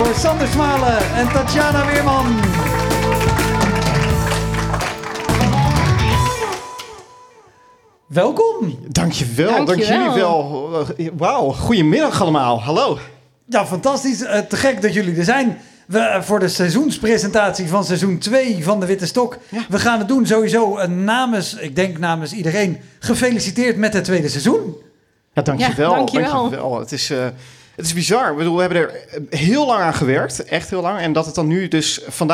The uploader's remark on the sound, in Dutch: Live seizoenspresentatie. Tijdens een live podcast in Bibliotheek Mariënburg te Nijmegen.